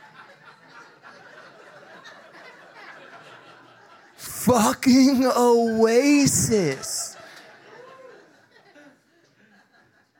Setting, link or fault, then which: setting, live audience